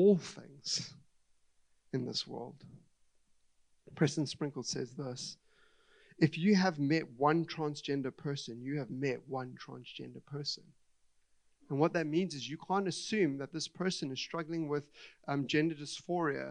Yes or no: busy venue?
no